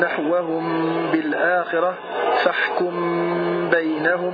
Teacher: بإخفاء الميم مع الغنة إذا سكنت عند الباء بأن أتت الباء بعد الميم نحوهم بالآخرة فاحكم بينهم، على القول الصحيح المختار من أقوال أهل الأداء.